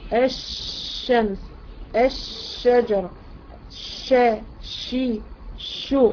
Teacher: الشين فيها صفه اتساع وفيها انتشار، في هواء كتير طالع مع الشين. الهواء ده بيطلع اول حاجه بيقابله اول حاجه بتعترض طرق ايه الاسنان الداخليه، يعني بنقول عليها ايه الاسنان من الداخل، دي اللي بتسمى ايه الصفحة الداخلية للأسنان العليا والسفلى. · Term: صوت التفشي